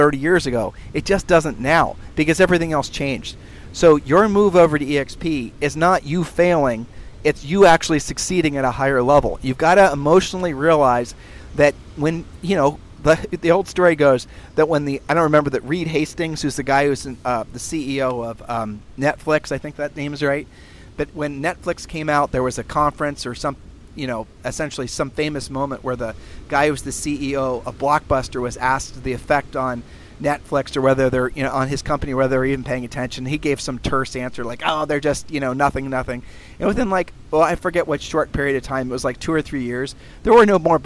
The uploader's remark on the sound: Sunday podcasts are recorded literally at the beach.